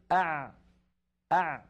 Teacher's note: زمن أع أطول من زمن أق، وأقصر من زمن أش أه أف